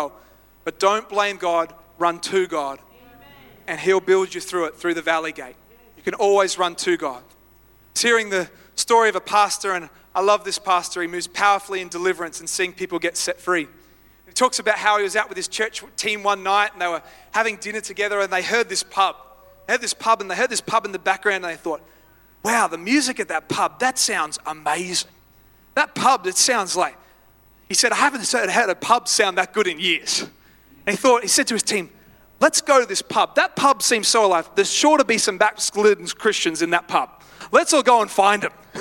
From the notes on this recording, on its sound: live at Freshwater Church on Sunday the 15th of October, 2023